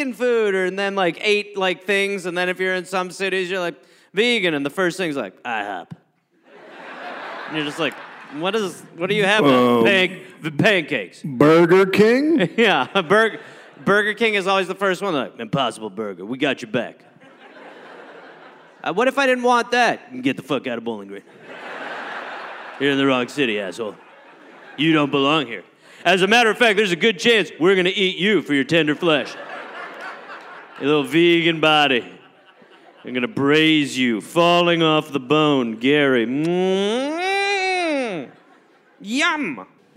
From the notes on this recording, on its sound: Recorded live in Louisville.